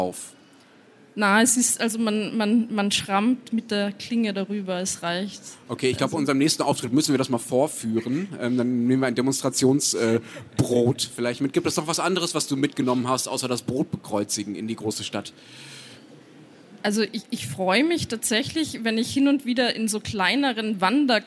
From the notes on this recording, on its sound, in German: Beim Livepodcast auf der Buchmesse Wien